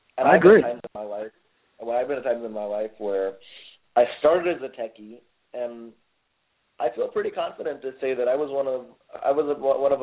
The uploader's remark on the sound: Open Microphone – National Call-In of BDPA Members (3-minute interviews)